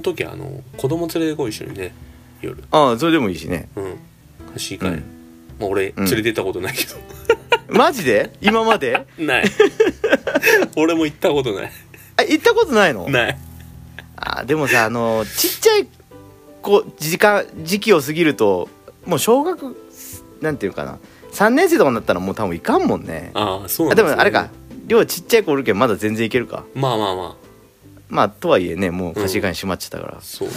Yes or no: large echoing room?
no